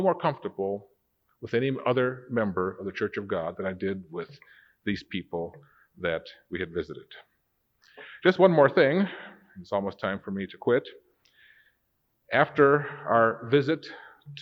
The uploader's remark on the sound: Recorded September 28, 1992 in the Worldwide Church of God. This was recorded when I was Assistant Director of Church Administration for the Worldwide Church of God in Pasadena, California.